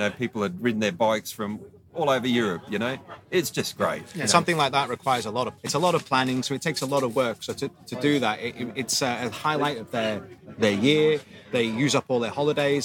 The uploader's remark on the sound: Recorded live in the paddock